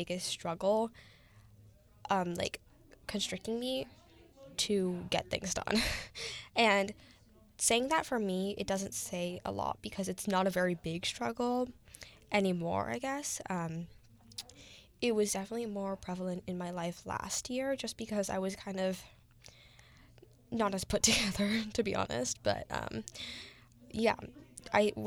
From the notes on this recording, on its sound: There is some background noise, which unfortunately i wasn't aware.